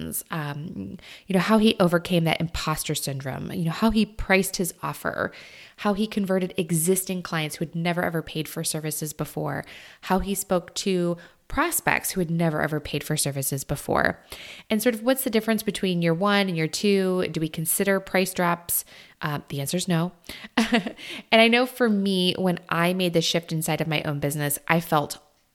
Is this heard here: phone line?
no